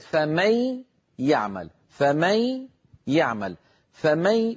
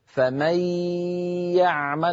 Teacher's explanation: وهكذا رويت لنا قرآنا فمن يعمل مع غنة ممطوطة مطولة. هذه الغنة الممطوطة المطولة مصاحبة للياء التي انقلبت عن نون · Shown in: first take · فمن يعمل صارت فمن يعمل، فمن يعمل، فمي أدغمت هذه الياء في ياء يعمل فصارتا ياء واحدة مشددة، لكن الياء الأولى ممطوطة ويصاحبها غنة كما أسلفت.